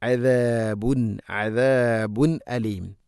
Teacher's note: ദാലുച്ചരിക്കുമ്പോൾ നാവിൻ്റെ അറ്റം മുൻപല്ലുകളുടെ ഇരുനരകൾക്കിടയിലൂടെ അല്പം പുറത്തോട്ട് വരണം